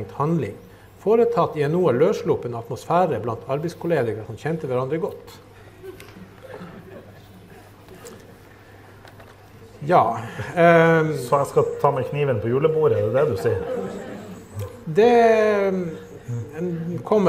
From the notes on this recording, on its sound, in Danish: Live på Bazinga.